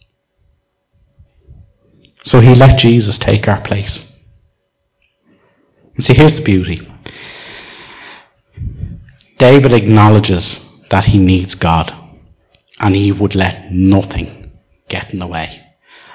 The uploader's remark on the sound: Recorded live in Liberty Church.